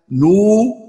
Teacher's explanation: نو هذا مد طبيعي حركتين